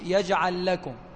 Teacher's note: اللام في الآخر بتدغم فيما بعدها · Term: الإدغام